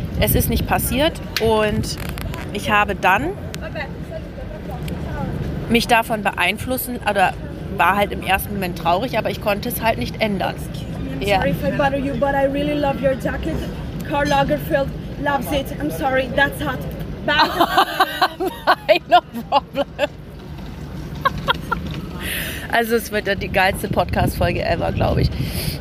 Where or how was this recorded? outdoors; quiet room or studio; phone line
outdoors